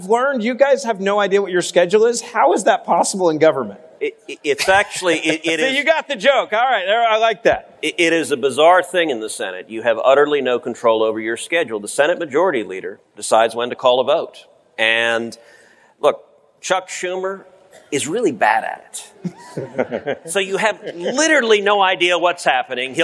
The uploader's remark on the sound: Live at CPAC